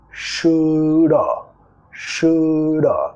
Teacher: El have vamos a reducir muchas veces a solo un sonido schwa